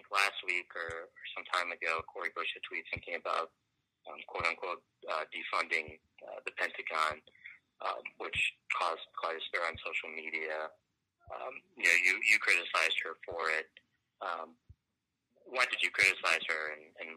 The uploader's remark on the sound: over the phone